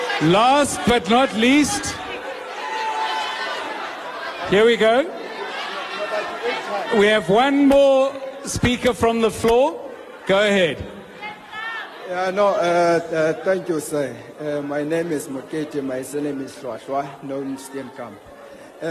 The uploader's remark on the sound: Eldorado Community Arts Centre in Sebokeng Town-hall. Broadcast live from the Eldorado Community Arts Centre in Sebokeng. He was joined by political party representatives from the ANC, DA, EFF, COPE, AIC and the BLF.